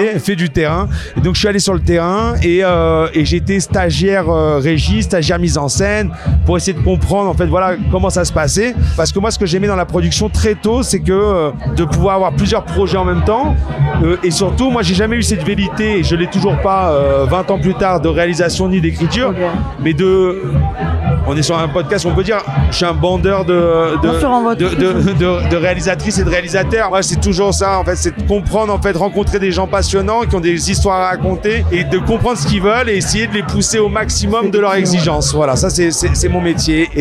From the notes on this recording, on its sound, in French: En pleine contre-soirée au festival de l'Alpe d'Huez. Il était 2h du matin.